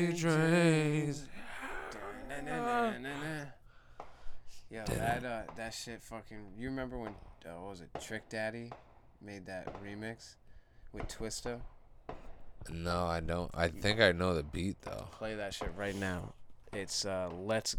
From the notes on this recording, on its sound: Recorded Live in The SHED